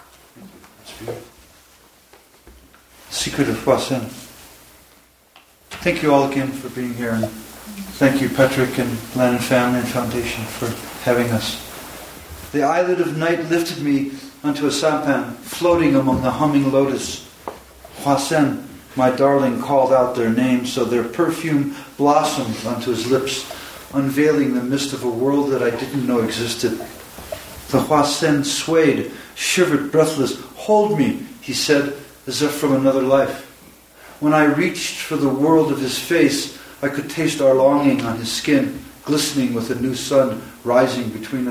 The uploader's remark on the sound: Recorded at the Lannan Foundation in Santa Fe, New Mexico on March 1, 2015, as part of Lannan’s Poetry Sundays. Took questions from the audience.